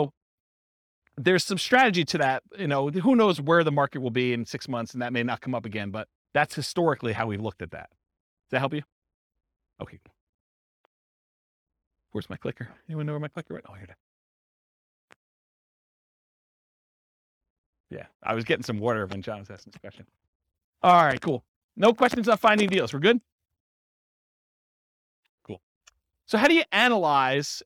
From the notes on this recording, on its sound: This was a live class recorded